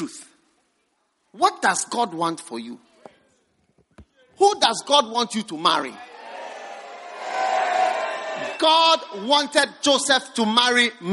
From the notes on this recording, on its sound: Preached at the First Love Center.